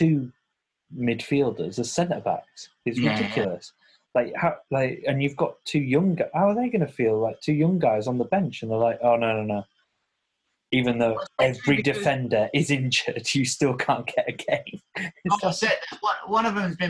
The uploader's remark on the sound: having a chat on zoom